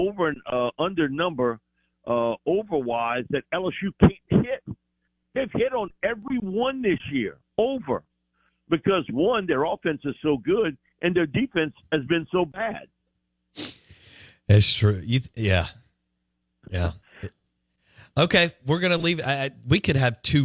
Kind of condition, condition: link, phone line